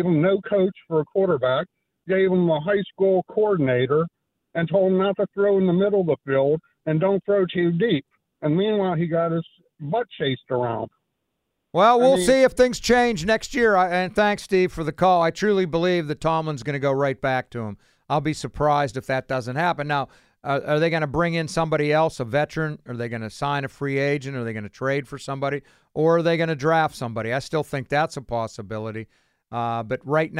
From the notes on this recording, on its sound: Callers want to discuss